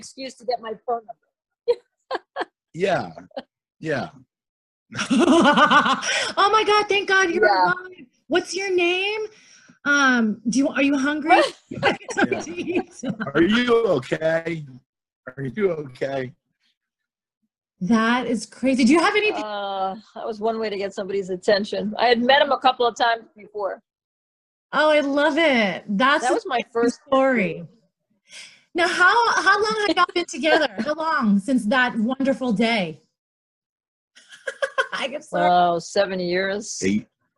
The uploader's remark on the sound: Zoom chat interview